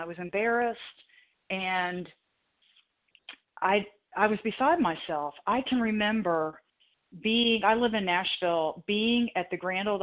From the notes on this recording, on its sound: the 100 Pounders Phone Meeting